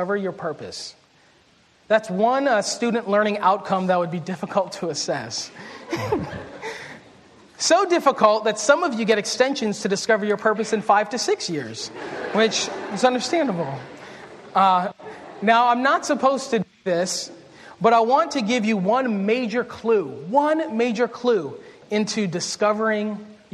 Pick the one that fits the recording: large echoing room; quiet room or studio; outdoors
large echoing room